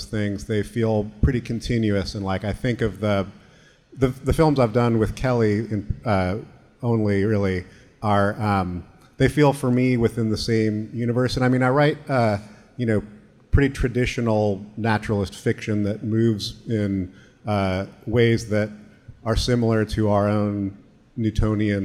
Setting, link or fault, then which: setting, live audience